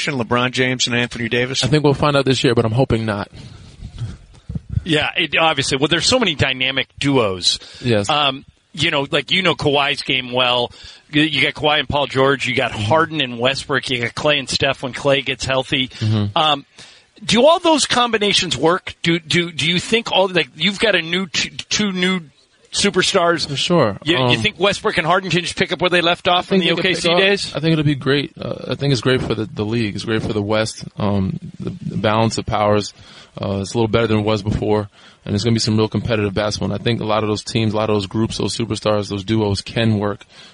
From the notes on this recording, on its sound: live from Lakers media day.